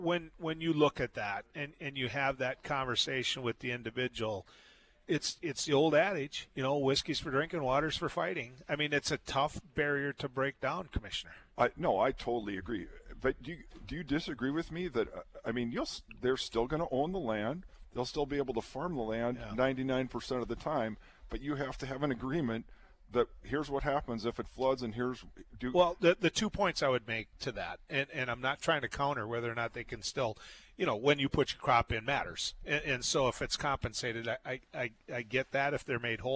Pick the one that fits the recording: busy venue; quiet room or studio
busy venue